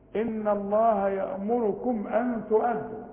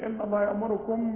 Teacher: الميم اللي عليها السكون لا تغن لا عند الوصل ولا عند الوقف · Shown in: first take